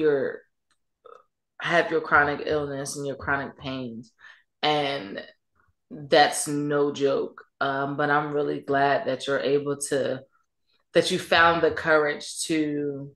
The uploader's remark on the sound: Men's Monthly Zoom Call